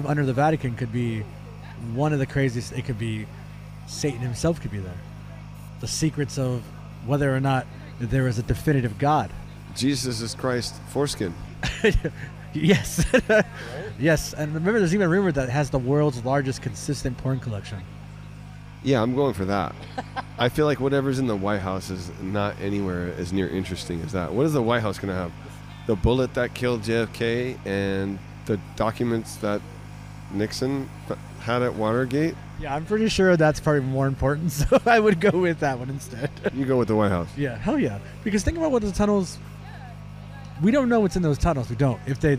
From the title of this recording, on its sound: “Live” from Fan Expo Portland!